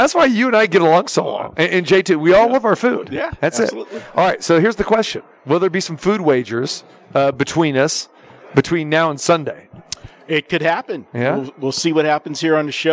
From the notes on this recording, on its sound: Live from the Superbook - Super Bowl Festivities.